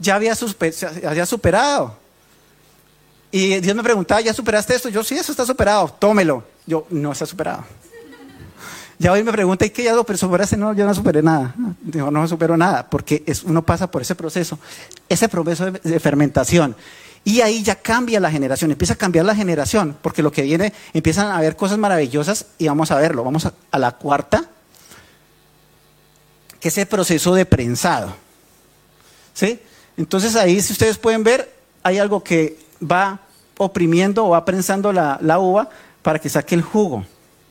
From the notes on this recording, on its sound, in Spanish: Tema originalmente presentado en vivo en la Reunión Familiar de Sydney